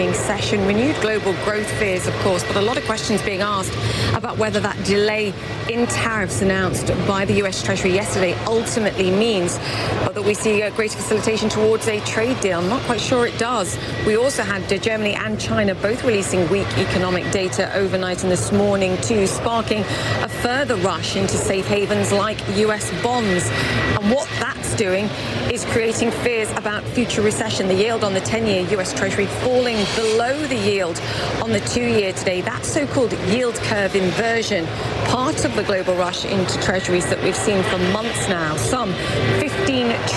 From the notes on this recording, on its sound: live from the New York Stock Exchange